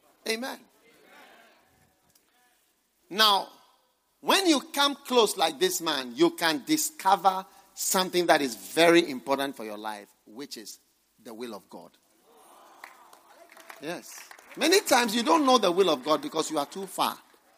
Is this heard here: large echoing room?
yes